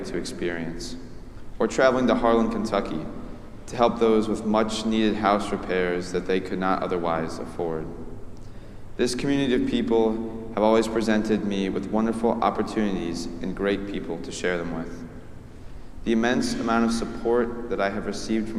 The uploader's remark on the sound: preached at our celebration of the Holy Eucharist service on the Sixth Sunday of Easter